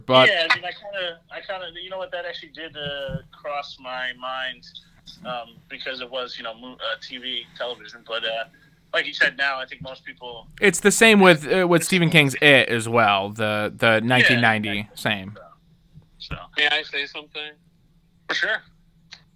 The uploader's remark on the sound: The gang joins via teleconference.